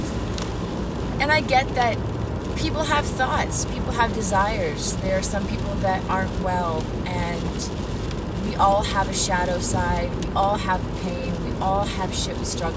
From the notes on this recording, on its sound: part of it is me driving, drinking coffee, lost in my car.